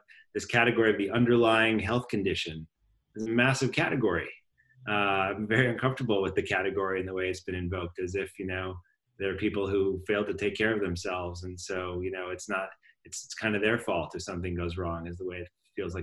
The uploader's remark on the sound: IAH Zoom Talks. Recorded via Zoom.